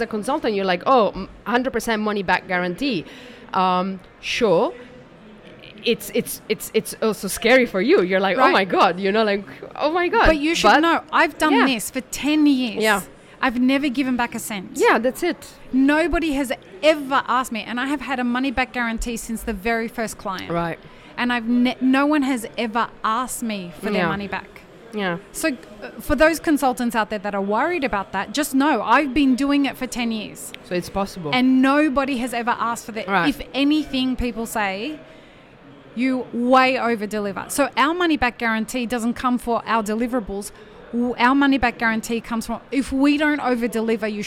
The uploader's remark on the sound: Map It Forward and DXB Live is proud to present a selection of podcast episodes that were live-streamed from the show floor at World of Coffee Dubai 2024.